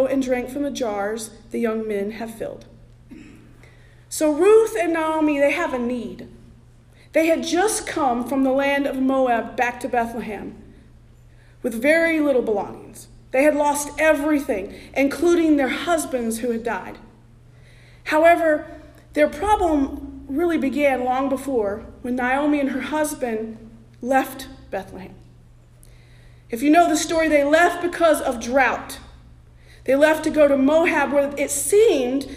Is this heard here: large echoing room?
yes